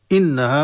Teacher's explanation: إنها نون مشددة غنة مقدار حركتين